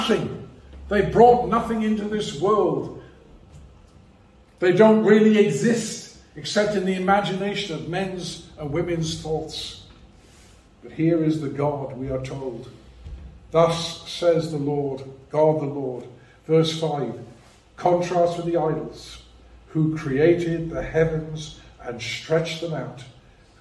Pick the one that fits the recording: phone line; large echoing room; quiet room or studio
large echoing room